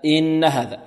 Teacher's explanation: الهمزة سهلة مع عدم مط الكسرة، مع المحافظة على الكسر